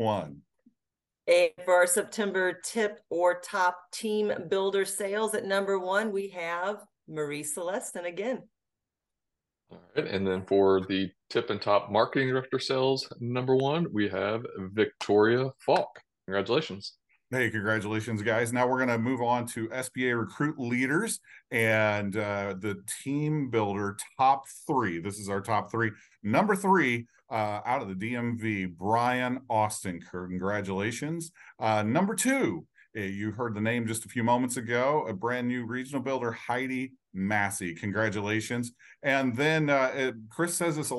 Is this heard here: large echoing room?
no